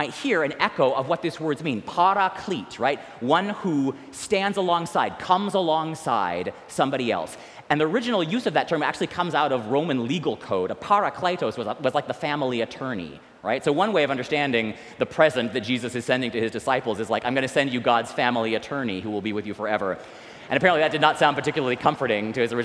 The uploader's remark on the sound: recorded live at the 10:00am service on Sunday, May 14, 2023